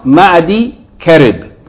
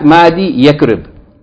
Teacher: even though it's written with the ya attached to the second word, Yakrib, but it's pronounced Ma'di Karib, not Ma'di Yakrib · Shown in: first take · بدون نطق الياء وإن كانت كتابتها الياء يعني كتابتها مع الكلمة الثانية.